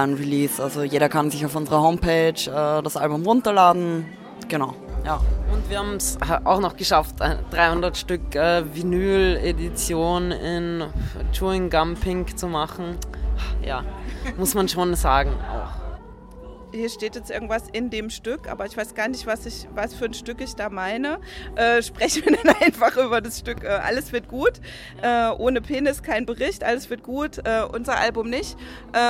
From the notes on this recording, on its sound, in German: Das Interview wurde auf dem FurtherFestival in Hamburg im November 2018 aufgezeichnet